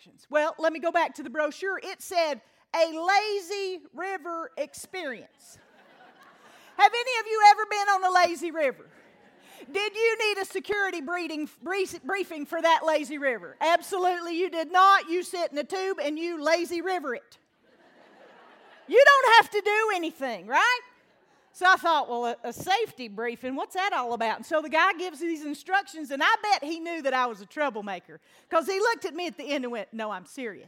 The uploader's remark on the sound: LIVE from The Cove in Asheville.